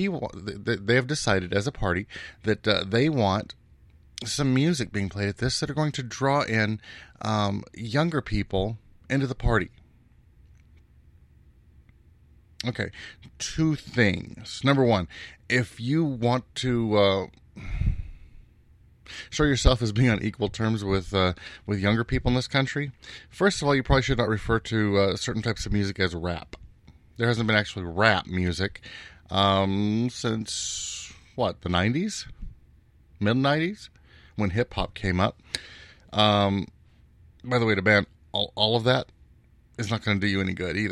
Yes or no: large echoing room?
no